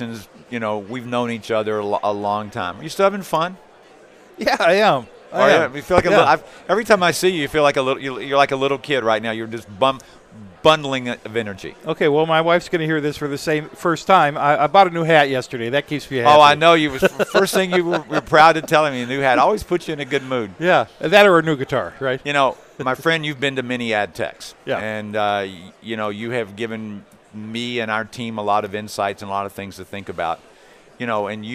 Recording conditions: busy venue